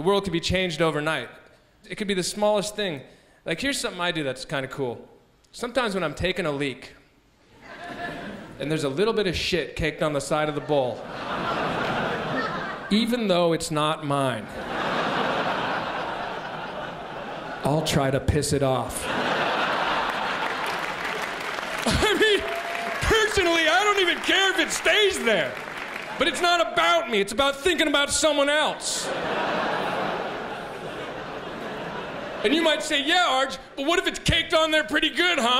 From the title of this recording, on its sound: 2006 Melbourne International Comedy Festival Gala